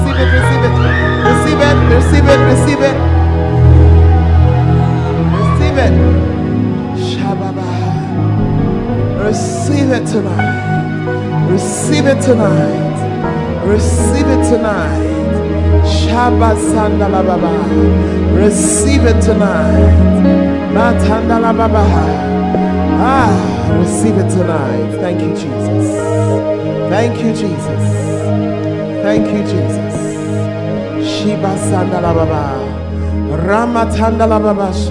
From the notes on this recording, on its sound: Preached at the Tuesday Service